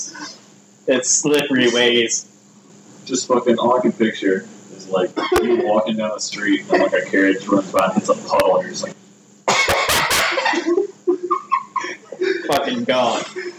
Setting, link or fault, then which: fault, poor sound quality